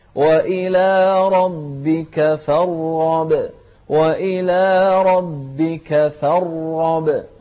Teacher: الراء مفخمة والغين مفخمة، لكن الغين أكثر تفخيما لأنها مفتوحة، والراء ساكنة فهي أقل منها تفخيما